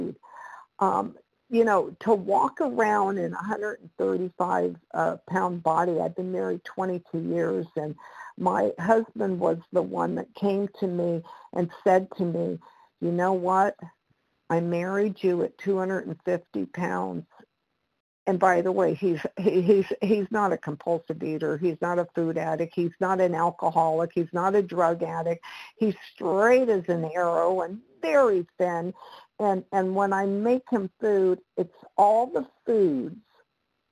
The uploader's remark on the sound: the 100 Pounders Phone Meeting, 1/10/23